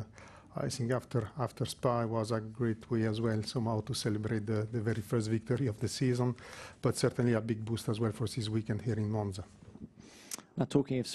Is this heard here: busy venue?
yes